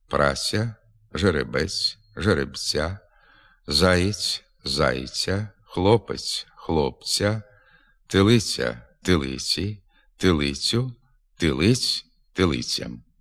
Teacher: у наведених словах приголосний «ц» треба вимовляти м'яко